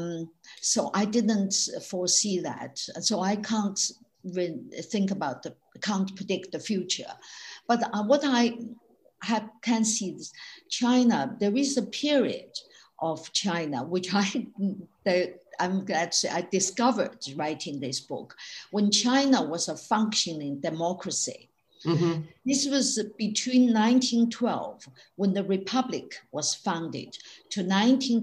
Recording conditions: video call